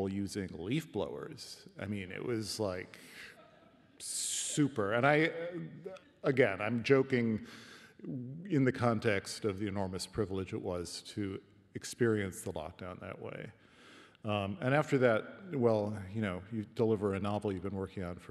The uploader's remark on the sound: This podcast was recorded at The Capitol, Melbourne. Presented in partnership with RMIT Culture.